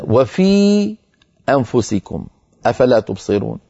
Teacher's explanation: ساكنة قبلها مكسور يعني حرف مد، أنفسكم أولها همزة قطع، إذن تجاور في النطق حرف مد وهمزة ولكن من كلمتين · Term: المد المنفصل